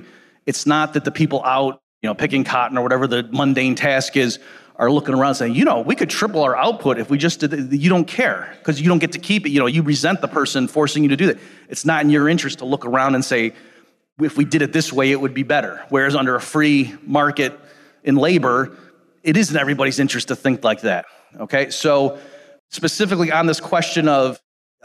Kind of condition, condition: setting, live audience